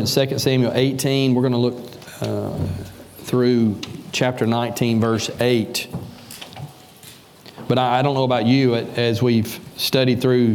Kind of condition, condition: setting, large echoing room